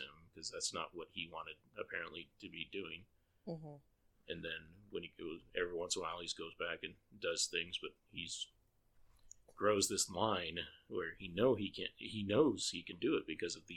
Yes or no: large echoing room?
no